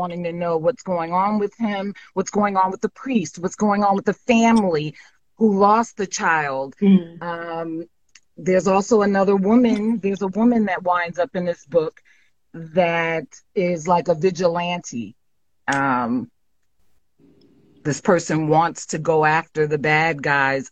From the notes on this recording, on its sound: This month's episode is from an Instagram Live session